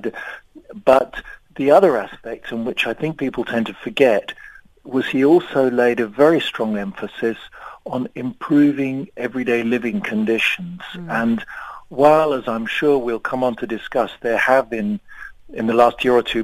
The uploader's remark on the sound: we are joined on the line